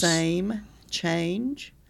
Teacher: The off rhyme and the repetition of the vowel sound, but not the consonant sound